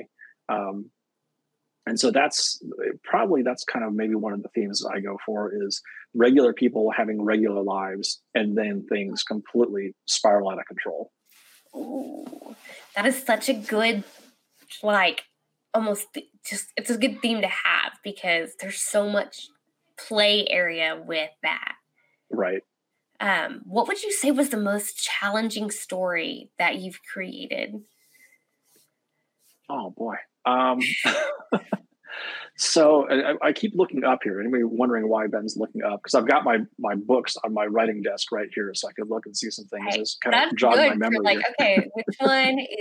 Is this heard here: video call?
yes